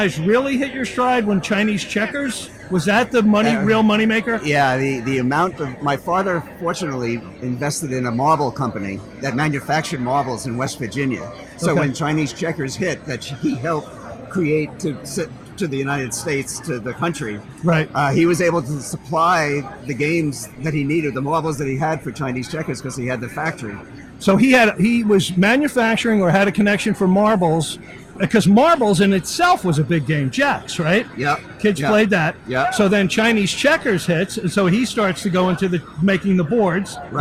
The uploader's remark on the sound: at the 19th annual East Hampton Library's Authors Night